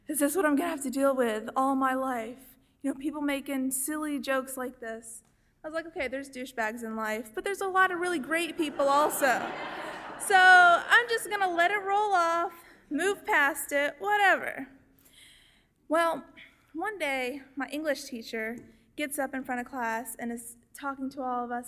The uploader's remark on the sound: Stepped onto the stage of the Woman's Department Club in Shreveport to share her story during "All Y'all Live: Ladies Night". Our audience heard first-hand.